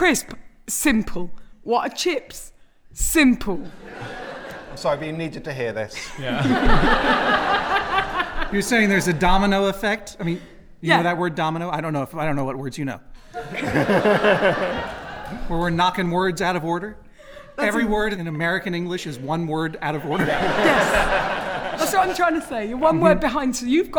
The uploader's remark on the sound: An episode recorded at Kings Place as part of the 2016 London Podcast Festival. Live at London Podcast Festival. An episode recorded at Kings Place as part of the 2016 London Podcast Festival.